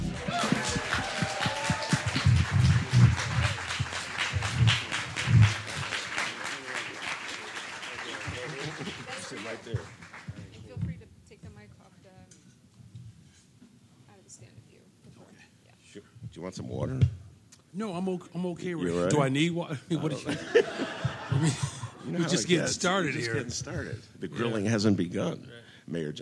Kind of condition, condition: setting, live audience